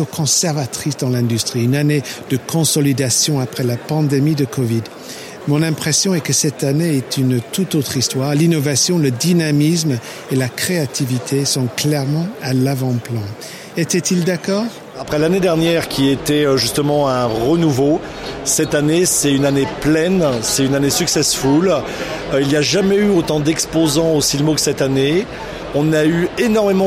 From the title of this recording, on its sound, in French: Épisode 4 "en direct" du Silmo Paris 2023